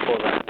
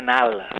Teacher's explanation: el que més identifica a la gent de Crevillent i de tota la zona en concret podria ser la caiguda de la D intervocàlica massiva · Shown in: second take · És a dir, sempre que tenim una D una d'entre dos vocals i la D desapareix, però és un fenomen fonètic d'abast general.